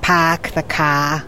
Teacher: You don't say R for anything. You run your words all together.